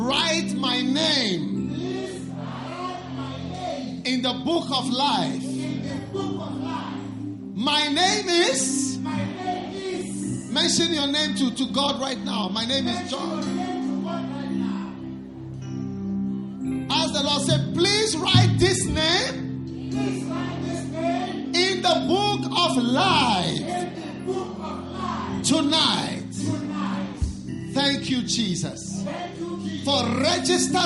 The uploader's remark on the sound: Preached at a Healing Jesus Campaign in Palapye, Botswana